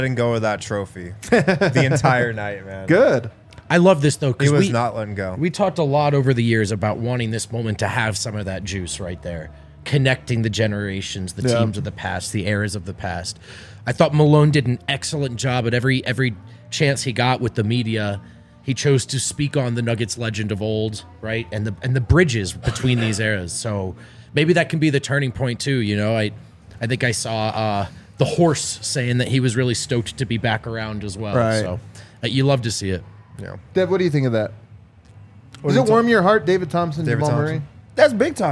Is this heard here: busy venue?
yes